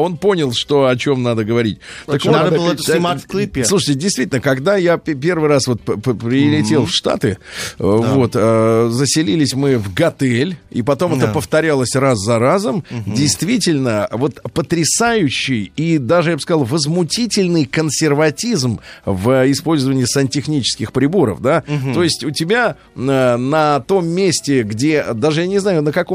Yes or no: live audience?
no